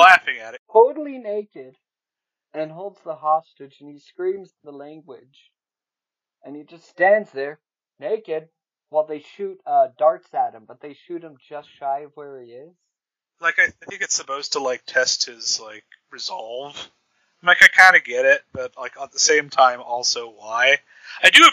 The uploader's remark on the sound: Being that it is a first episode, please forgive some of the newbie sound problems.